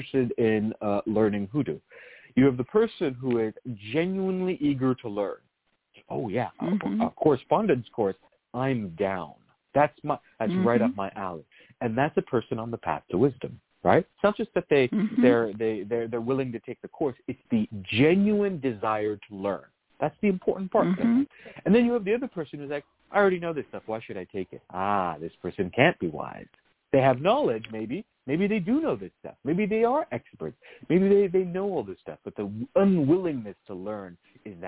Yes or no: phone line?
yes